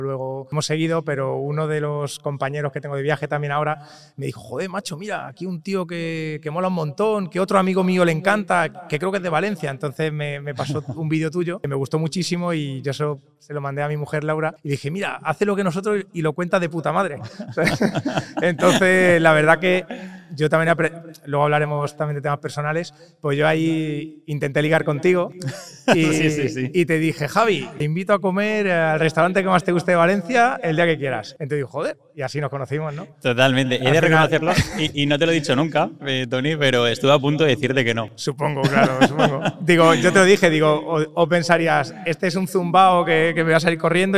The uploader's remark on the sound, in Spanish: El podcast Sendero LIBERTAD ha sido grabado presencialmente en el evento "1 año para la LIBERTAD" en Castellón.